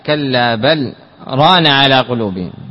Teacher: فهنا سكته واجبة لا يدغم اللام في الراء